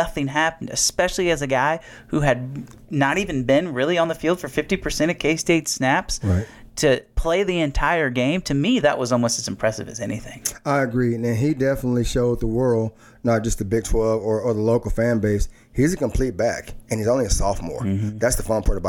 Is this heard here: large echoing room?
no